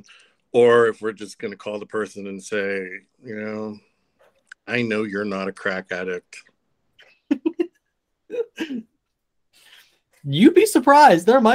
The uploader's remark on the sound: Recorded with Google Meet